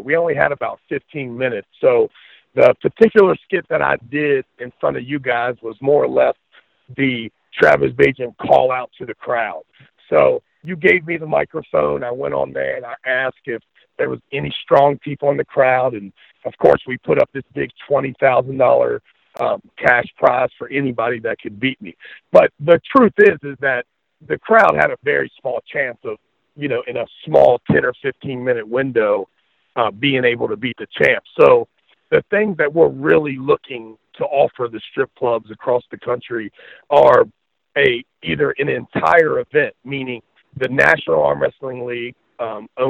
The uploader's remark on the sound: gets on the phone for a quick interview